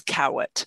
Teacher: the R might go to a W · Term: R sound